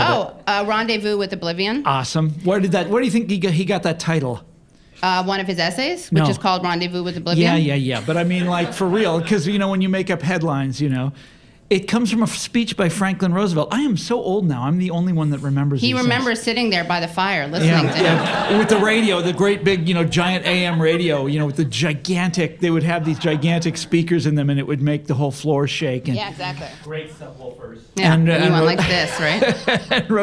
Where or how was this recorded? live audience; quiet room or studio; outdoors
live audience